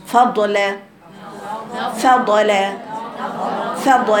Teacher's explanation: قطعت الصوت، حولت صوت الرخوة لصوت ايه؟ شدة. عشان كده انا بقول لك وانت بتقرأي انت حولتيه لصوت شديد، ما بتدوش زمن الرخوة.